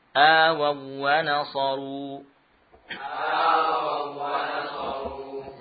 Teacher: Ini idgham wawu ke dalam wawu. Wawu yang pertama bukan wawu mad, namun wawu layyinah.